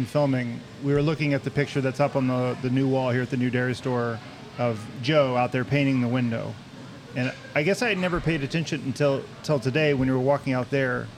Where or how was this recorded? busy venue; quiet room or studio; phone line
busy venue